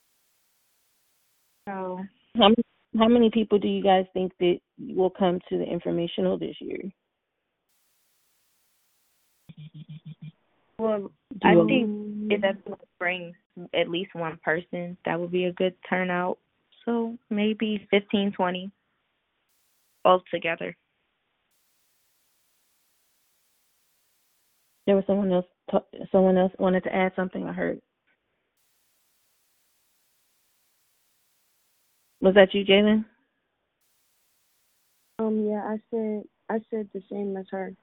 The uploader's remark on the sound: The Club will NOT meet in person. The meeting will convene via conference call.